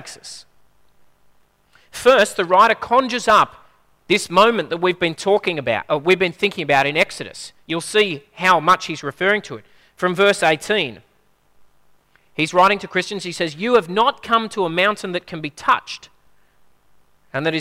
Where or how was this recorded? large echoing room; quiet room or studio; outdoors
large echoing room